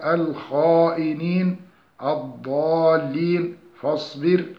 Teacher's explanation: وحروفه سبعة جمعت في قولك خص ضغط قض، وهي الخاء والصاد والضاد والغين والطاء والقاف والظاء، كما في قولك الخائنين الضالين فاصبر وغيرها. فإن اللسان يستعلي من أقصاه إلى الحنك الأعلى عند نطق الخاء والضاد والصاد في الكلمات السابقة. · Term: الاستعلاء